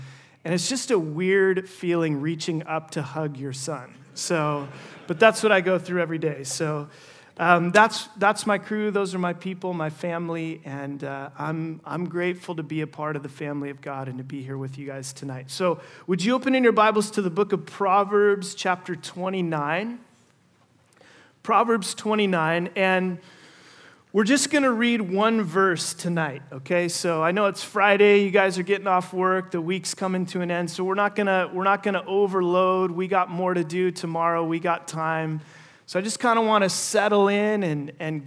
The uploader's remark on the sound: First session at our 2023 Men’s Conference